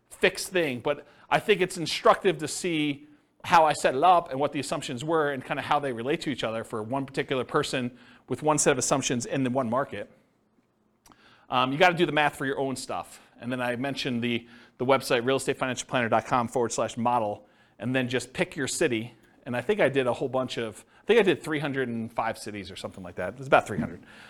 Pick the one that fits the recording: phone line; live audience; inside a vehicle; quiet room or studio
live audience